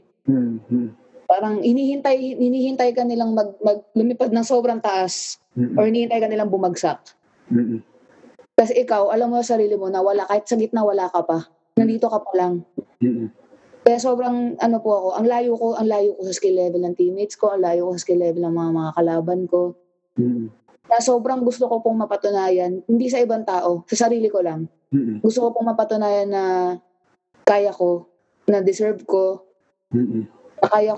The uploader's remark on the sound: via Zoom